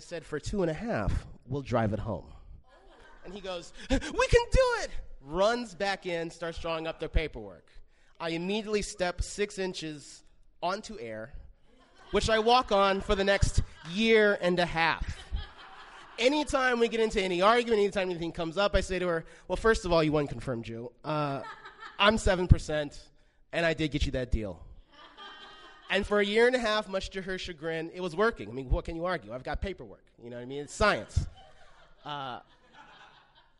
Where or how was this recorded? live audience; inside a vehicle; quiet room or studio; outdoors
live audience